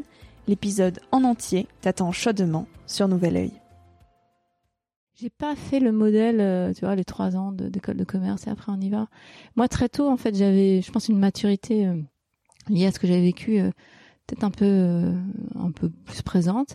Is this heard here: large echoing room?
no